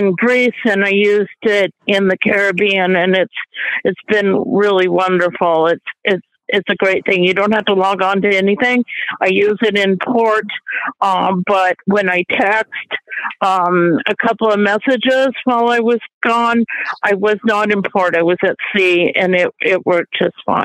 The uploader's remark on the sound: This is the recording of the BlindShell Classic 2 - 101 and Beyond call held in ACB Community on 27 March, 2023.